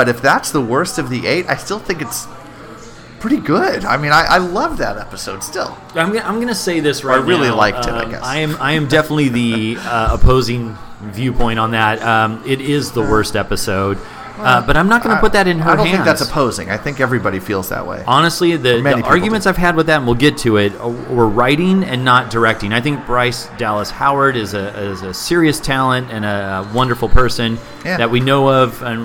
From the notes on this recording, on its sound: Recorded live at Timeless Pints.